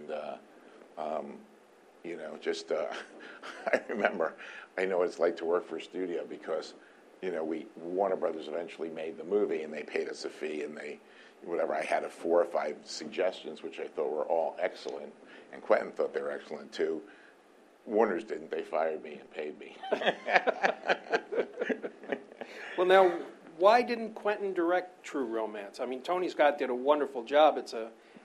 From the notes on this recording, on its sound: Spoke to a packed house at the Tribeca Film Festival.